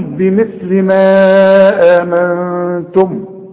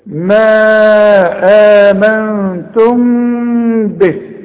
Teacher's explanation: عند الوصل دي ميم مجردة من التشكيل، بعدها به بيحصل اخفاء مع الغنة، ما تضمش شفايفك · Shown in: second take · ما تقفلش شفايفك، يحصل انفراد في الشفايف.